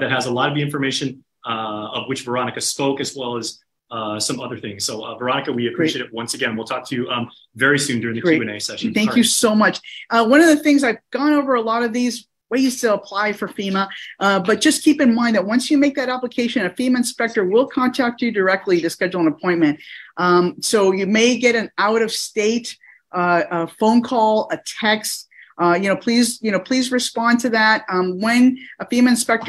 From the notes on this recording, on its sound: Disaster Recovery Virtual Workshop.